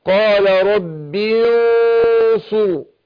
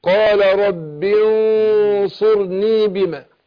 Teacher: إخفاء النون عند الصاد بفخم الغنة الغنة تابعة لما بعدها فالنون الساكنة هيجي بعدها صاد من حروف · Term: أفخم بالغنة